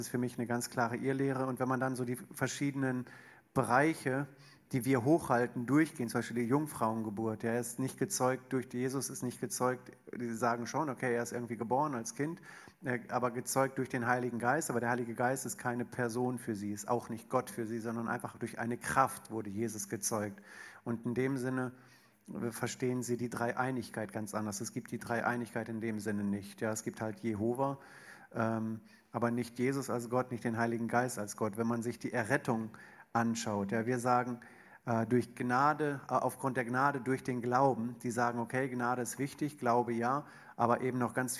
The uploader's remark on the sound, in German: Eine Frage aus unserem Q&A Abend